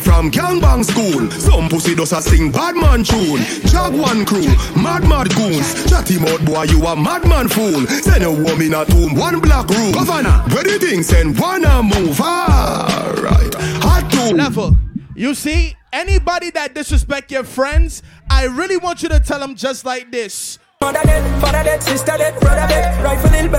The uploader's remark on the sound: Going Away Party Live Aduio. This is the official going away party audio.